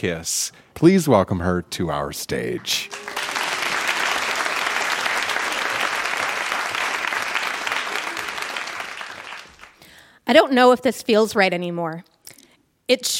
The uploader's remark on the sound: Recorded live at The Gladstone Theatre in Ottawa.